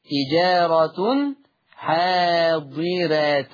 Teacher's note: عندنا فرش حروف النهاردة، عندنا في الآية 282 عندنا تجارة حاضرة، حفص عن عاصم يقرأ بفتح التاء فيهما، تجارة حاضرة تاء بفتح التاء فيهما، أما ورش عن نافع فيقرأ بالضم تجارة حاضرة بضم التاء فيهما، تو بضم التاء فيهما.